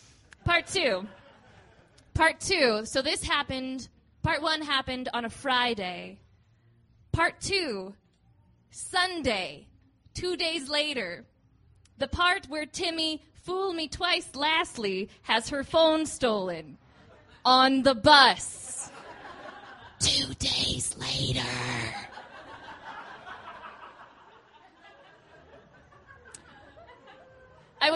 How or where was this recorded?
busy venue